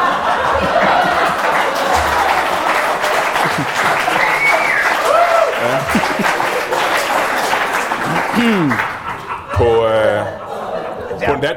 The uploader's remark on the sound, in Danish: LIVE fra Penyllan Brewery Bornholm